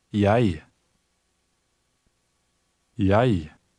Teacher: The letter combination EG is often pronounced EI in Norwegian.